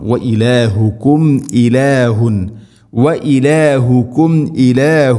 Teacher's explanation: സാകിന മീമിന് ശേഷം ഹംസ വന്നാൽ ഇസ്ഹാറാണ്, വെളിവാക്കി ഉച്ചരിക്കണം അഥവാ ഹംസ ക്ലിയർ ആയിട്ട് കേൾക്കണം